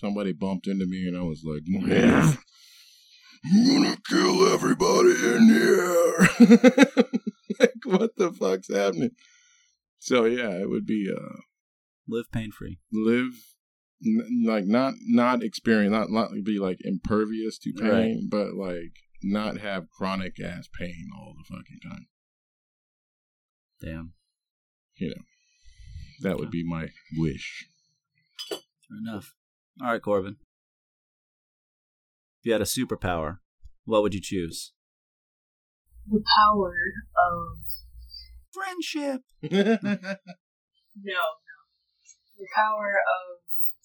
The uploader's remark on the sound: this was the first time recording with 3 mics, we had a few technical difficulties.